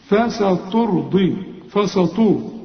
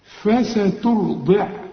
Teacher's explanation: التاء رقق، السين والفاء قبلها برضو مرققين · Shown in: second take